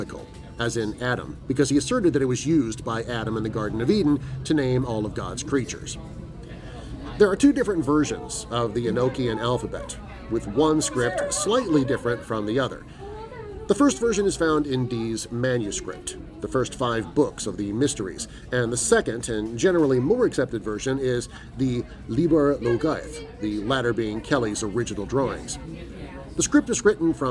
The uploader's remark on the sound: Recording live at Visually Odd Con 2022!